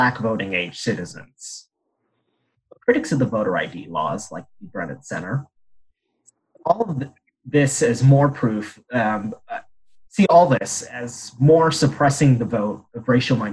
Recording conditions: video call